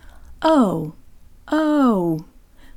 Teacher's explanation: The G is pronounced like a V, and the stressed O is special. In English, the long O closes to an oo sound.